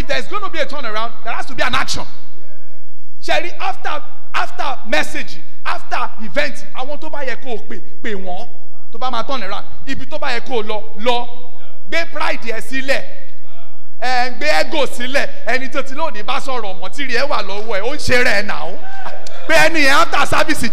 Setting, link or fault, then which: setting, live audience